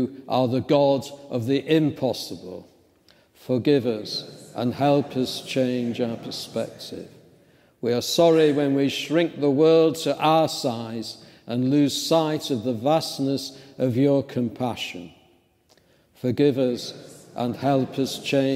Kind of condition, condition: setting, large echoing room